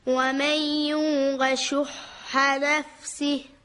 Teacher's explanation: در کلمه شُحَّ باید حاء جیمی از وسط حلق و با گرفتگی تلفظ بشه